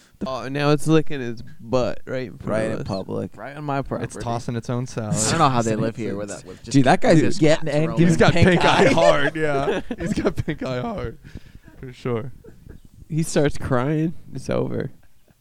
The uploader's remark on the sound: get together in person outside for the first time since the quarantine started with a couple of friends who are really bad at talking into the microphones